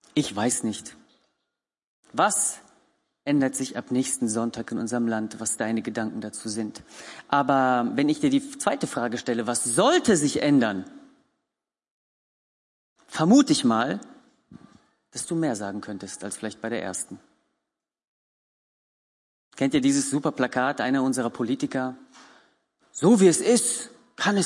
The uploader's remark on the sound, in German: Gottesdienst der Kirche für Bonn.